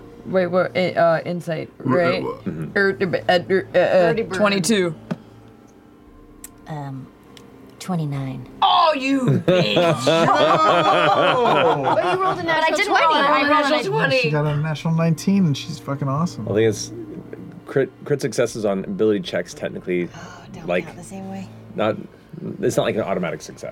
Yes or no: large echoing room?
no